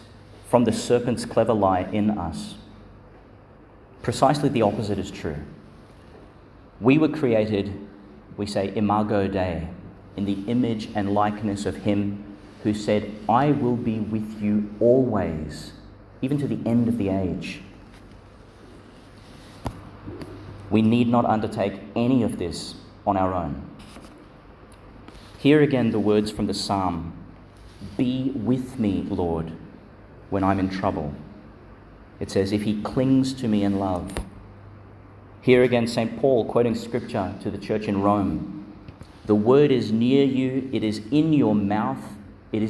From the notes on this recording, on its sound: delivered in Our Lady Star of the Sea, Gladstone, and Our Lady of Mount Carmel, Mt Larcom, Qld.